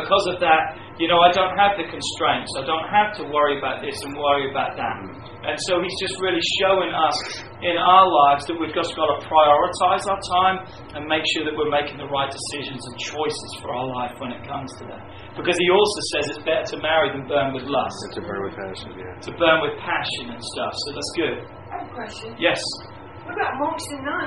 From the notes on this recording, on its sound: Please excuse the audio levels on this recording!